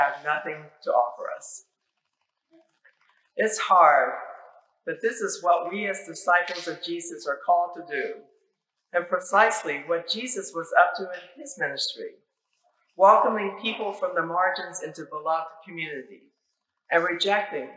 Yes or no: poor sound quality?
yes